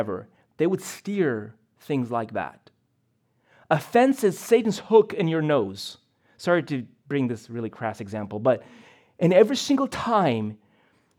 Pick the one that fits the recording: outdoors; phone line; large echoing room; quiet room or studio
large echoing room